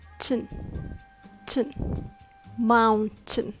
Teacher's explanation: Rather, it's mountain. Make sure you make the last syllable really, really short.